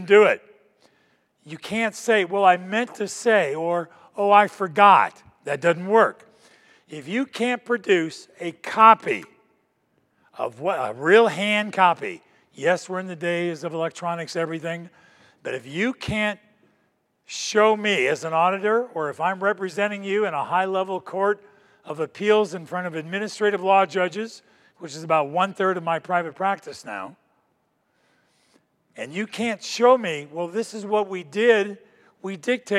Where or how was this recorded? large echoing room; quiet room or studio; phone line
large echoing room